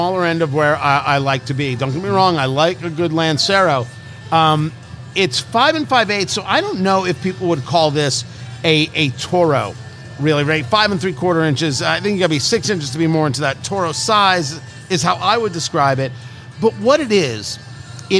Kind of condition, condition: setting, busy venue